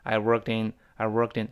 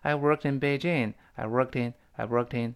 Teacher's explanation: 但那个 t 跟 in 连读变成 workedin，又会浊化了，它自己就浊，又浊化回来了，又 t，又变成 the 了。I worked in,而 workedin，非常轻的一个连读加注号，可不能用力气，不能说 I workedin， I workedin。那下边人一跳，那 I workedin， I